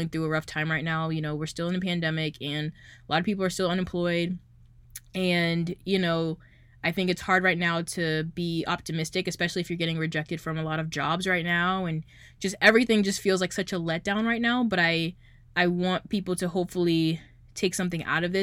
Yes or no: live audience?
no